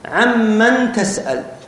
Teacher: أما من حيث التحليل الصوتي فنقول أدغمت وليست حذفت